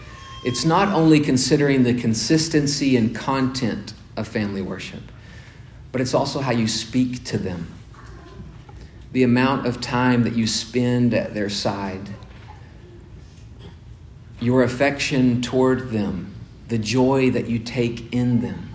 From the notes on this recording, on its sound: The second session of a four-part series delivered at Grace Bible Church of Conway in December of 2021.